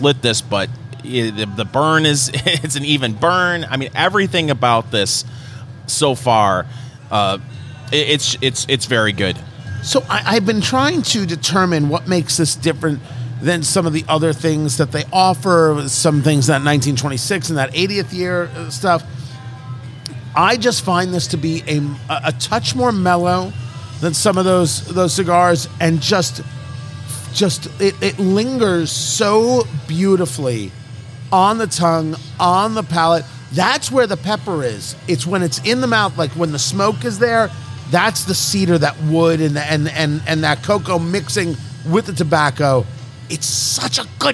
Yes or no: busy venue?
yes